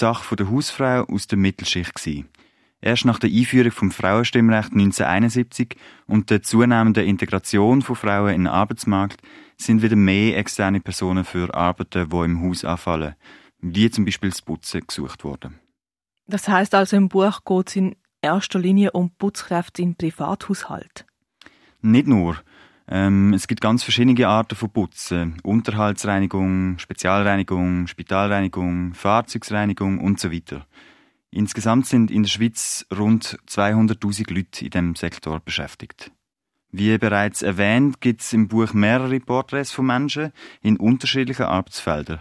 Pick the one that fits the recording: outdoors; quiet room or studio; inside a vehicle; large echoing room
quiet room or studio